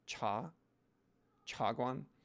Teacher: Cha is Mandarin for tea. If you want to pronounce it right, it's a rising tone. It's not cha.